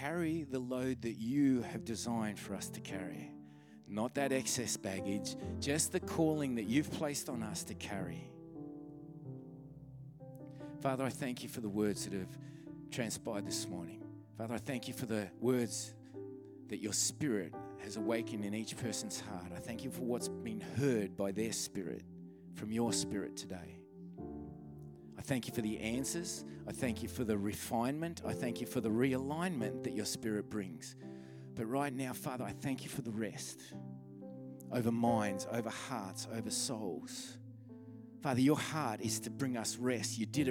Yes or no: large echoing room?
yes